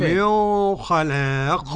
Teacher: من خلاق قرأ أبو جعفر بالإخفاء